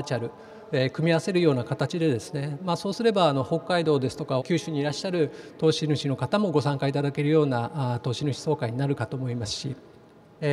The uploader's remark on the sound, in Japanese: 東京証券取引所で開催した「J-REITファン2018」に登壇した